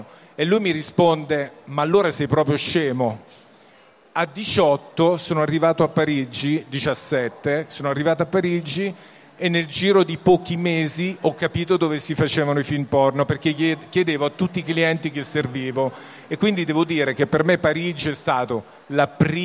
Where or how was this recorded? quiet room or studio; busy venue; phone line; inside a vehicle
busy venue